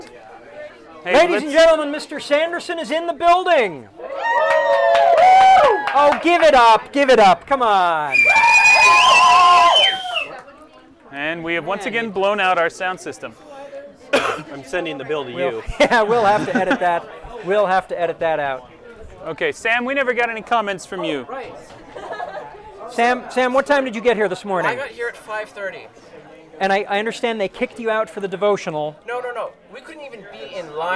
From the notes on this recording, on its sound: Live at the Mistborn 3 Release. Recorded in line at the Hero of Ages book release and signing event at the BYU Bookstore.